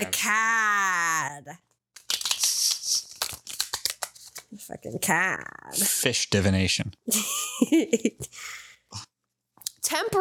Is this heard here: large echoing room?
no